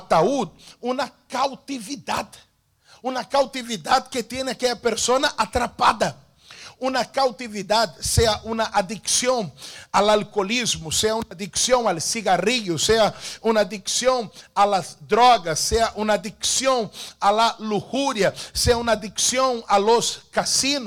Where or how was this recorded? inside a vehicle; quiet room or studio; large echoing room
large echoing room